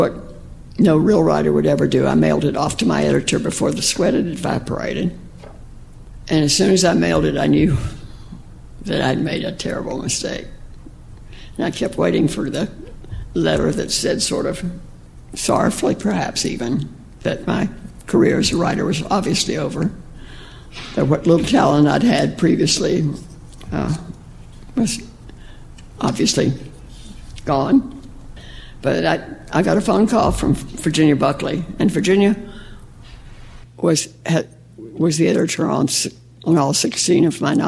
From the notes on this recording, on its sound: Her talk was recorded at our Fall Conference in 2015. Her talk was recorded at our Fall Conference in 2015.